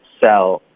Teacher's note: 我们这个前后的顺序很重要，先发 l，再发 F